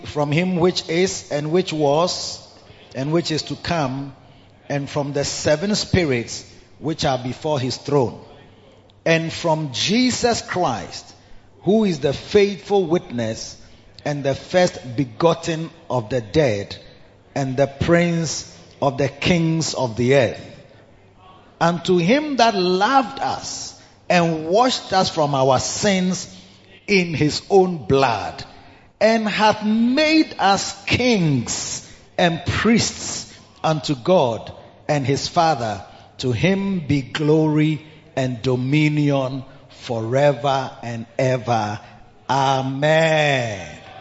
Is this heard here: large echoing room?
yes